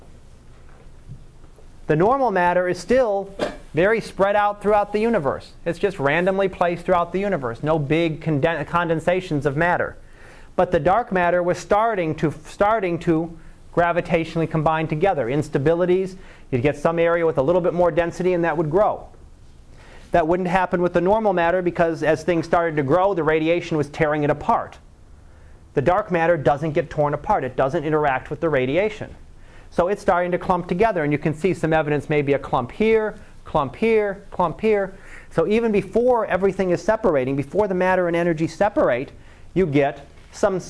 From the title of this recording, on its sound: Live Class Lecture